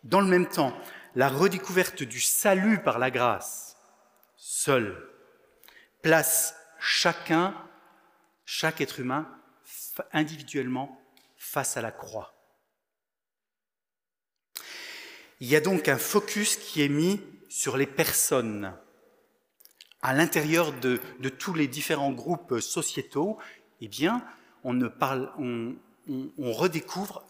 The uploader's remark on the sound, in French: Enregistré à l'église CVV.